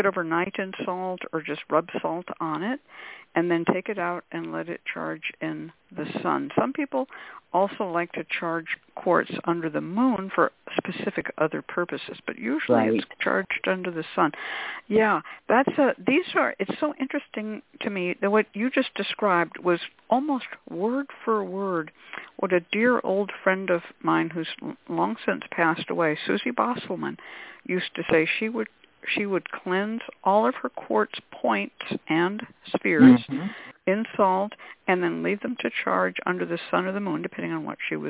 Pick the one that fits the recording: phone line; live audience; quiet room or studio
phone line